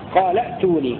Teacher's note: بهمزة وصل بعدها همزة ساكنة هكذا قال ائتوني مع فتح لام قال وتبدأ بهمزة وصل مكسورة بعدها ساكنة هكذا ائتوني.